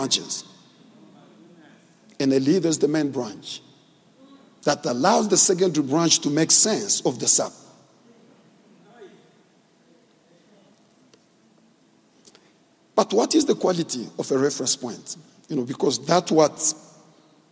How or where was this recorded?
large echoing room